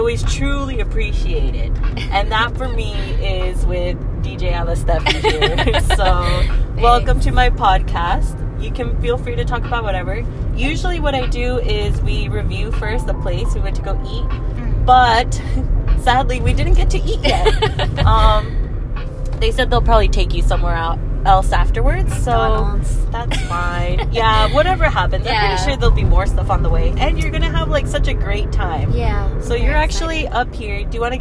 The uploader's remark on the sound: Driving to the city and talking about travel plans, what could happen?